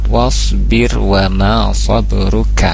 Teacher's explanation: Huruf sad dia memiliki sifat tebal, ya, isti'la, terangkat pangkal lidahnya. Untuk makhrajnya sendiri ujung lidah mengarah ke gigi seri bawah.